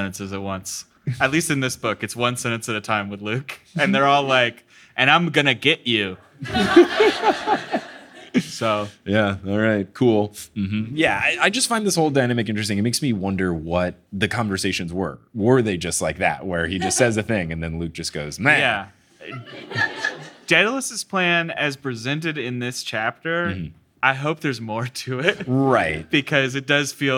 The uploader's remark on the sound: LIVE in LA!